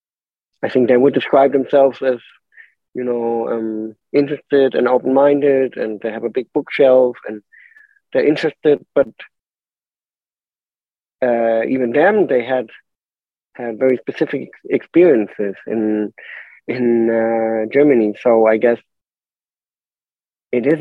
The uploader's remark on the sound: on Zoom